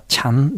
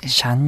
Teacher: チの音とシの音の区別がタイ語にあまりないっていう、そういう音のなんていうか捉え方があるっていうのが理由でして、タイ語でよく私って言葉チャンですけれども、シャンに聞こえたりとか、あるいはそうですって意味のチャイ、これがシャイに聞こえるってすごくあると思うんですけれども、これも同じ仕組みですね。そう、私のタ